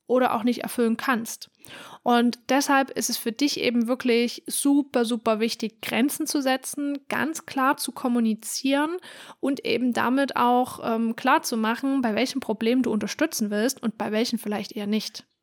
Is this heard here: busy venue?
no